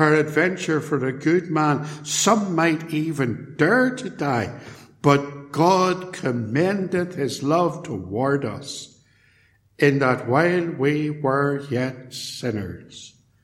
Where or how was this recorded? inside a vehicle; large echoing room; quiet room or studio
large echoing room